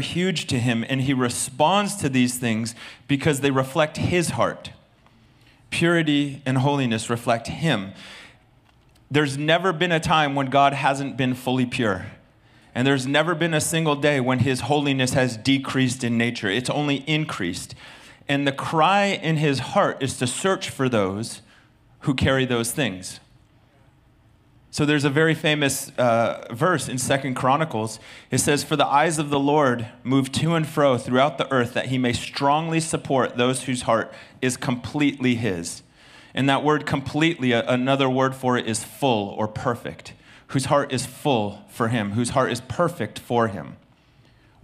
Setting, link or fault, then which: setting, large echoing room